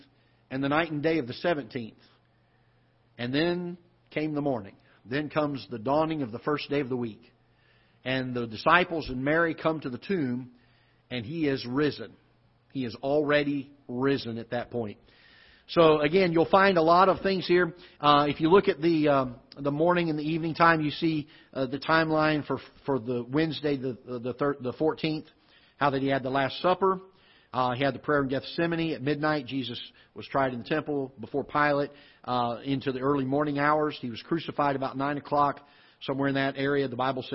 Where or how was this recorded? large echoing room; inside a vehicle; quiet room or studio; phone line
large echoing room